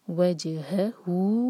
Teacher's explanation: وجہہو جیم پر قلقلہ اور ہا پر زور، کیونکہ سکون والے لیٹر کے بعد جو لیٹر آتا ہے اس پر زور دیا جاتا ہے.